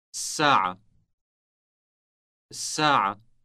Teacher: Note the elongated S sound. This length constitutes the distinction between the two words.